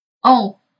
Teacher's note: 我们在读 o 鼻元音的时候，你的嘴型是稍微偏圆一点点的。除了口腔当中有气流，鼻腔当中也有明显的气流出现。所以我们说法语当中的鼻元音一共有四个。如果你能把鼻元音读好，发音准确。那么你的法语就会比较地道了。这个音素怎么读呢？我们再来读一遍，on，on。好了，什么情况下我们会发 on 呢？我们来看一下，它的字母组合分别是 a n a m a n am。如果你在单词当中 · IPA: /ã/